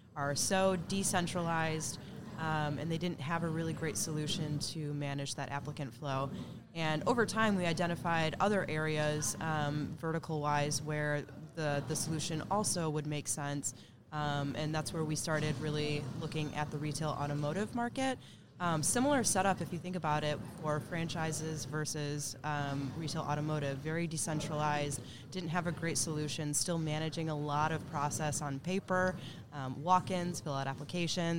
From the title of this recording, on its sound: Live from SHRM 2022